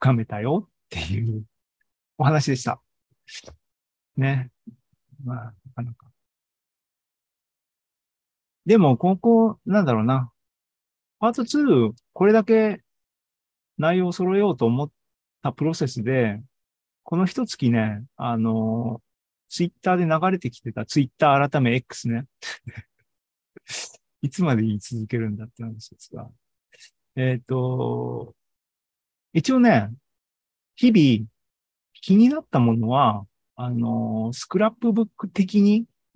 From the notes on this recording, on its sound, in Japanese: シーズン４３は２０２３年７月２９日に開催した ZOOMライブの模様です。